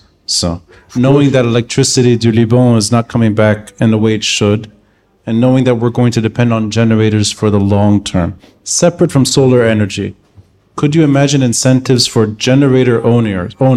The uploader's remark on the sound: The second of a live series at Aaliya's Books. Aaliya's Books for hosting the event.